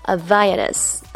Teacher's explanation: 这个词组以下有四个音节，重音在第三音节啊，H 是不发音的